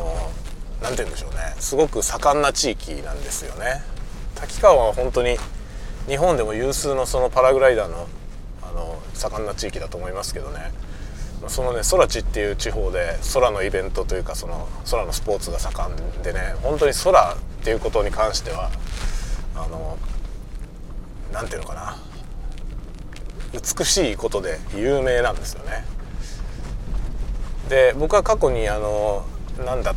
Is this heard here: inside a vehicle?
yes